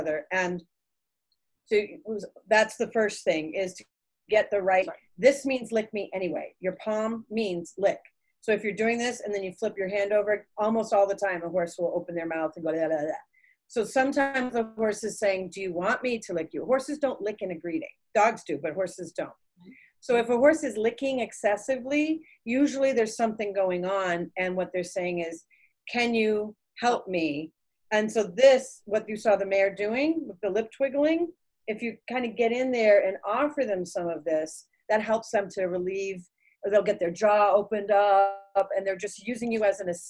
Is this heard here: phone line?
no